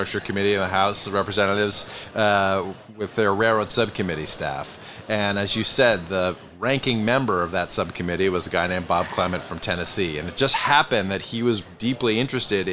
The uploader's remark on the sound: Recorded live at APTA EXPO 2023 in Orlando, Florida. Recorded on the trade show floor at APTA’s EXPO 2023 in Orlando, Florida.